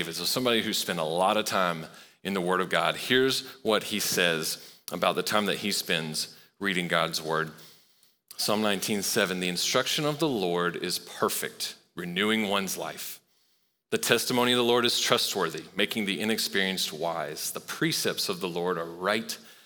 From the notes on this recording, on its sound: Recorded live at Long Hollow Church on October 24, 2023.